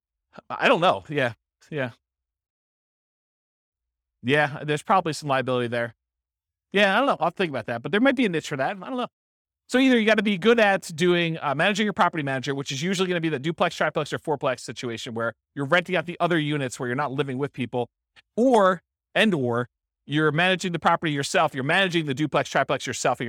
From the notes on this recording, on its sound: This was a live class recorded